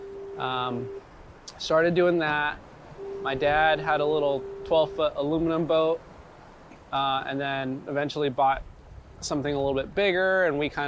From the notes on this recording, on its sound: Recorded while fishing the LB Wall!